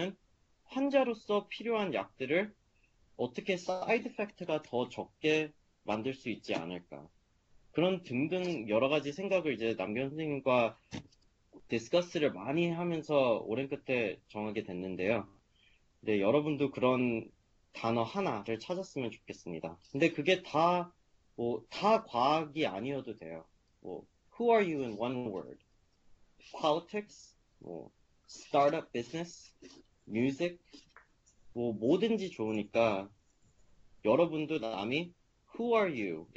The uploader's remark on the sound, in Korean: Skype세미나에 참여한 하버드 의대 3학년생.